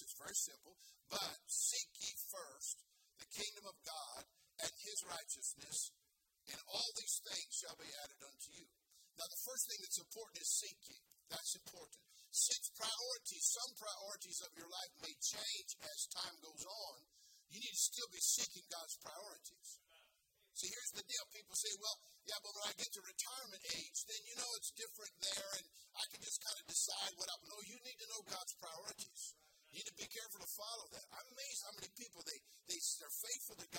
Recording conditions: large echoing room